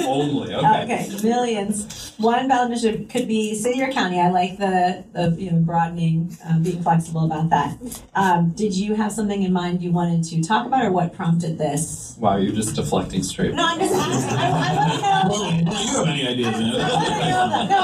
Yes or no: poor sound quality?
yes